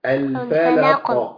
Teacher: لما بنقف عليها أو ما تبقى ساكنة في الكلمة بنعمل إيه؟ بنهزها شوية كده · Term: قلقلة